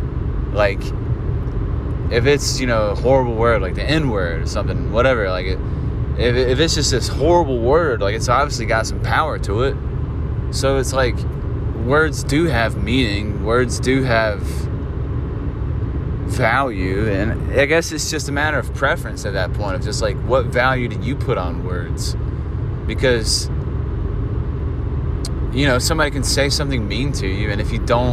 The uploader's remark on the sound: Driving. Drives to an open mic while providing silly banter.